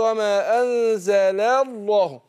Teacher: لكن هنا اللام هنا في كلمة وما أنزل الله مرققة، فأنا عايز أنطع لامين ورا بعض، الأولى مرققة واللي بعدها مفخمة